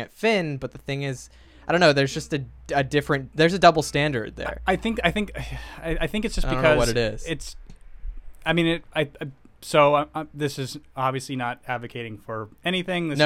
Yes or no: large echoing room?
no